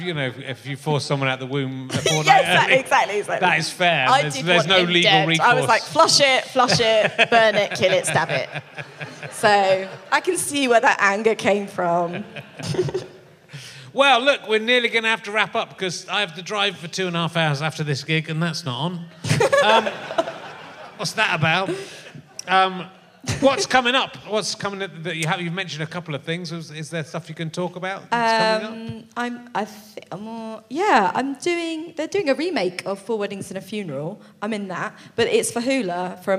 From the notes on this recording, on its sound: An interjection from the audience. It was a mistake to bring the show to the provinces.